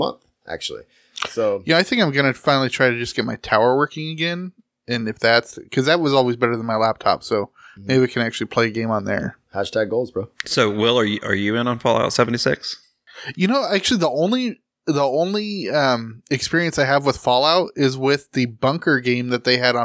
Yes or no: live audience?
no